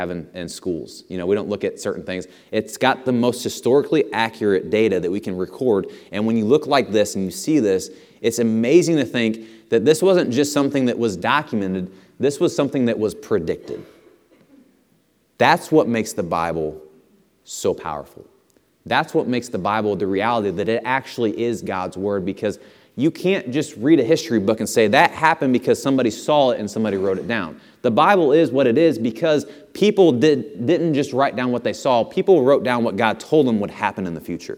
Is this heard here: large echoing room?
yes